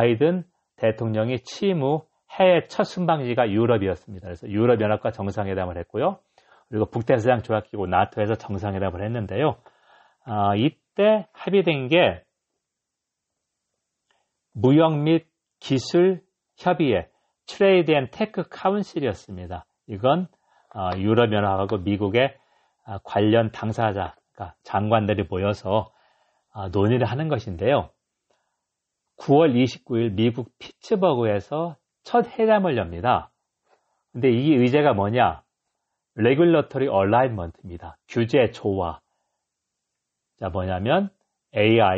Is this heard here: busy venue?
no